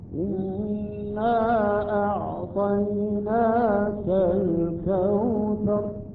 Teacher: يجوز لنا أن نمد كلمة إنا أعطيناك يجوز لنا أن نمد بمقدار حركتين وهو إنا أعطيناك الكوثر ويجوز لنا أيضا أن نمد بمقدار أربع · Term: المد المنفصل